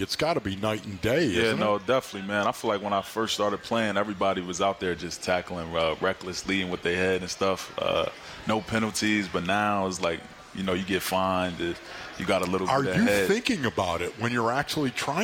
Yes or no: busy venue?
yes